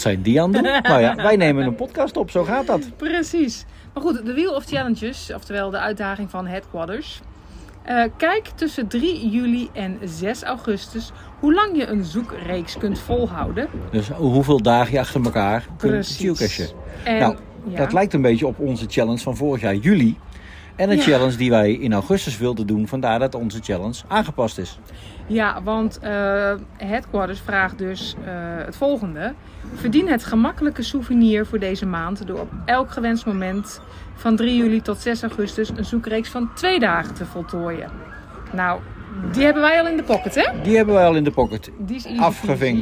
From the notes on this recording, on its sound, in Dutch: Deze aflevering hebben we weer opgenomen in de Efteling!